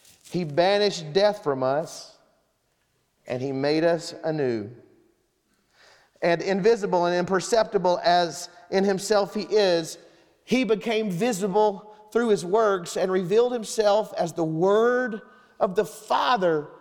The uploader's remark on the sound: Sermon Audio from Sunday, September 3rd, 2023